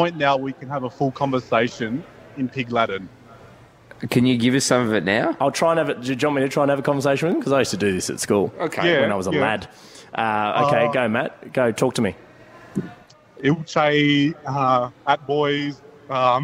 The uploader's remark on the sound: Live from the Crown for Day 2. The boys are live from the Crown for Day 2.